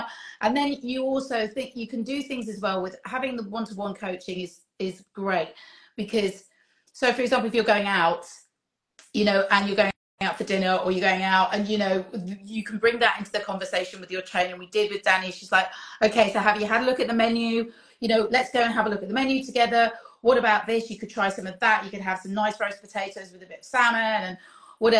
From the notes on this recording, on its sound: joined me for an Instagram Live